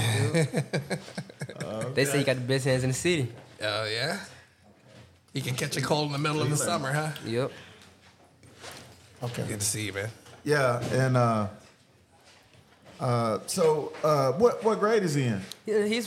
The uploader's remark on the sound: Live at the Best Damn Detailer car show